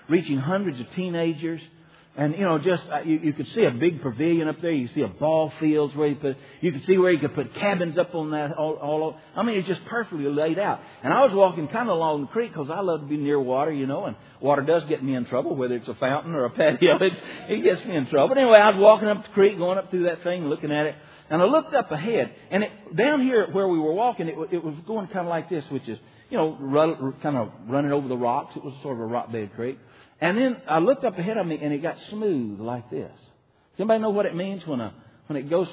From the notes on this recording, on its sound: (Archived from January 2006 Revival at Liberty Baptist Church in Dalton, Georgia).